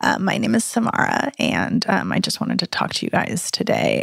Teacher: from beginning to end of thought, it is all in vocal fry.